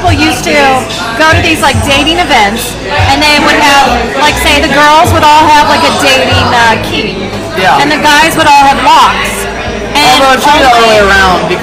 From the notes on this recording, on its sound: We are LIVE at Zazou's in Covington, KY during Oktoberfest Mainstrausse 2021.